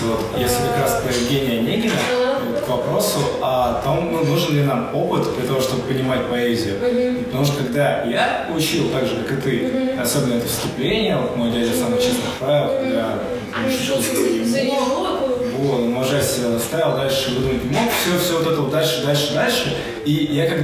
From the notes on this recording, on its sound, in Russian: Главная цель открытой записи — это личная встреча, живое общение, ноль прописанного текста и полный фристайл, а мы ещё и записались на не профессиональные микрофоны.